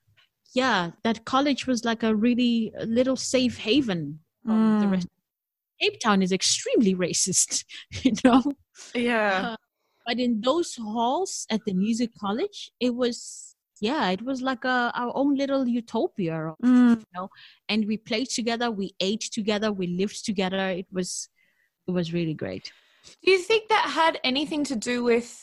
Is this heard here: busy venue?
no